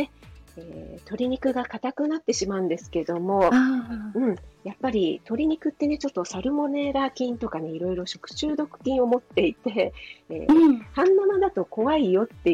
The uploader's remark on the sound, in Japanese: PCで編集したので、音が悪く聴きづらくて申し訳ないです